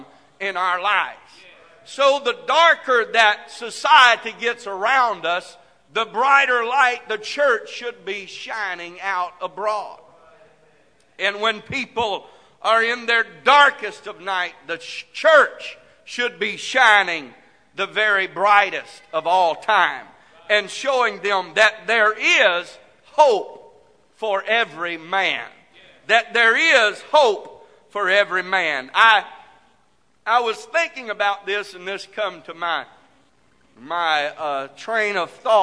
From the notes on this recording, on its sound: This message is broadcast live from the First Pentecostal Church of Silsbee Texas.